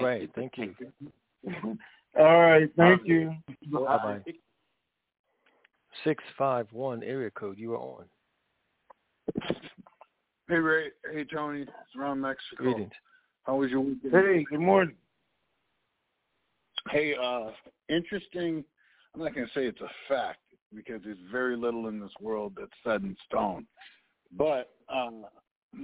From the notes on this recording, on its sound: TNTSuperfantastic Conference Call